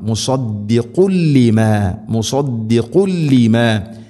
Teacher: തൻവീനു ശേഷം ലാം, ഇത് ഗംബിലാഖുന്ന, തൻവീനിനെ ലാമിലേക്ക് കൂട്ടിലയിപ്പിച്ച് മണിക്കാതെ ഉച്ചരിക്കണം